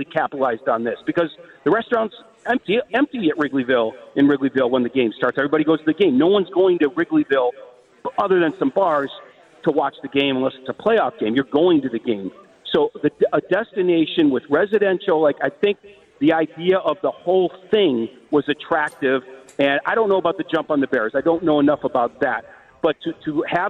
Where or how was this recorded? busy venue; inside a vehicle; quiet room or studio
busy venue